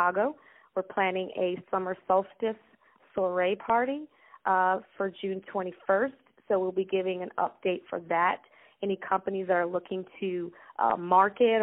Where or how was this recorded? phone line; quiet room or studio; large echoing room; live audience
phone line